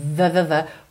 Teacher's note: Tem the, the, the com som, ok? Não é só arzinho, tem som